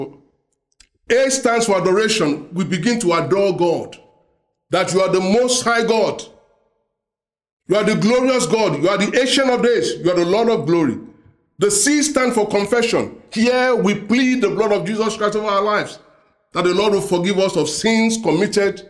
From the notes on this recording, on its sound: preached during the Sunday Service